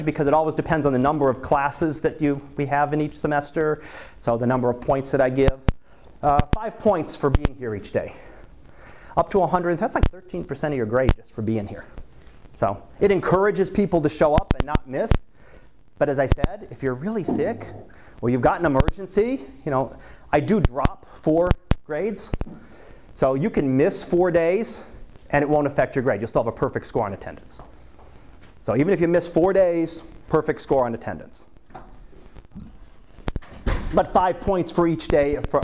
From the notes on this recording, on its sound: Live Class Lecture.